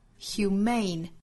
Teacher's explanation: is only human 就是什么什么特质就是人类的本性，比如说 greed is only human theysay，人们说贪婪是人类的本性。说到这个 human 呢，我们再来拓展两个词，一个是 humane，也是一个形容词表示人道的，它的重读音节呢在第二个音节上， humane 也就是在 human 这个词尾部呢加一个字母 e，但是发音有变化，重读音节挪到了第二个音节上面